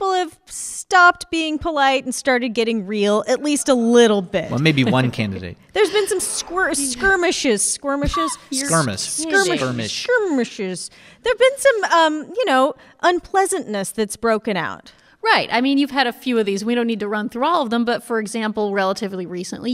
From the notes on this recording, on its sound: Recorded in front of a live audience at Drew University in Madison, New Jersey. As part of Drew Forum's Speakers Series.